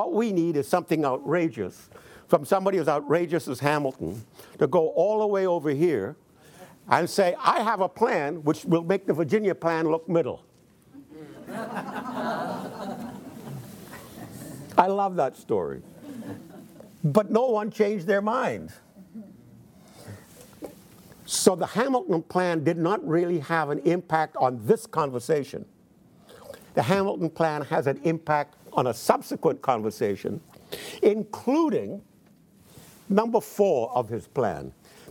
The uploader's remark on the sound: in front of a teacher audience